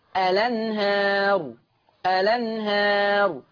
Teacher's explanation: هحرك اللام بحركة الهمزة، فتصير لام مفتوحة لأن الهمزة مفتوحة، فتصير الأنهار، الأنهار. · Term: النقل